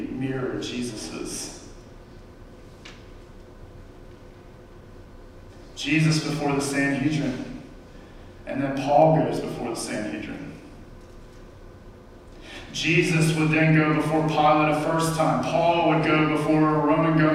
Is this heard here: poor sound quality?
yes